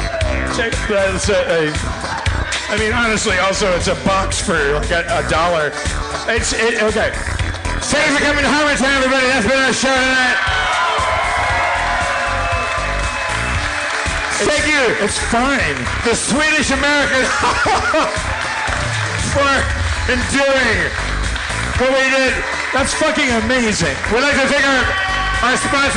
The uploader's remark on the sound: LIVE at San Francisco Sketchfest 2016!